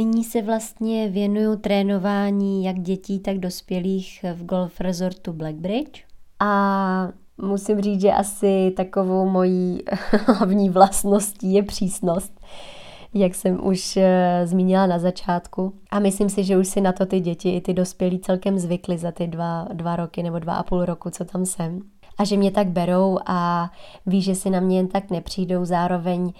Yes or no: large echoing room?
no